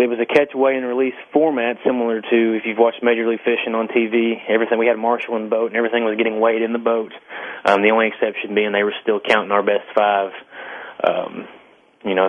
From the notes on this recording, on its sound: answers your phone calls